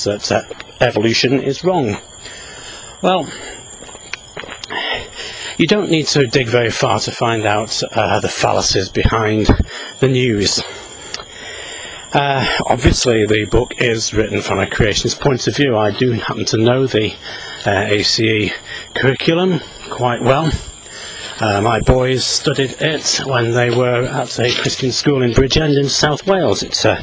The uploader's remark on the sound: while out walking his dog